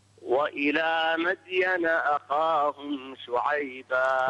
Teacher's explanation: قلقل الدال وفخم الخاء